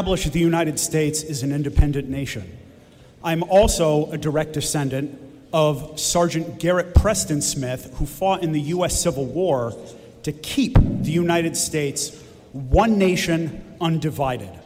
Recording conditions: large echoing room